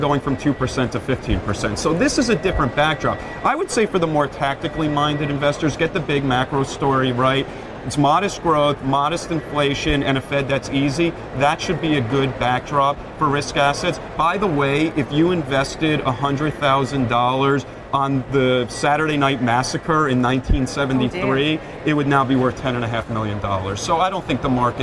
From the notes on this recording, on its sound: live from the New York Stock Exchange